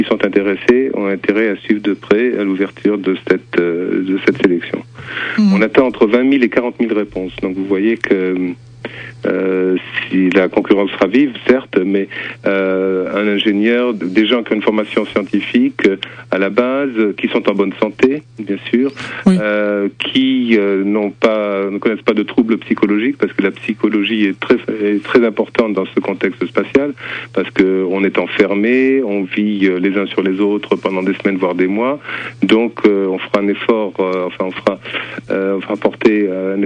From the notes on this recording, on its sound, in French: (par téléphone)